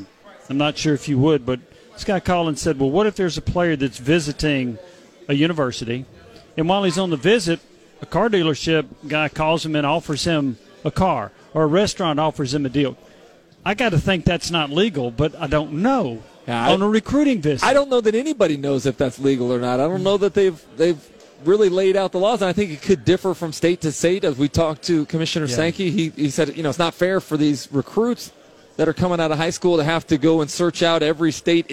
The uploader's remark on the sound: live from SEC Media Days